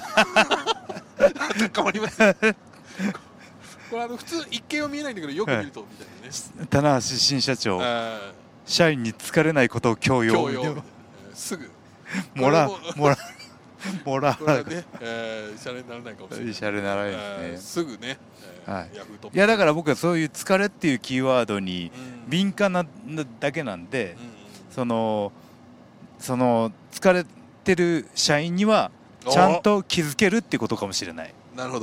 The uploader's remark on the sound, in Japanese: タクシー移動中に緊急収録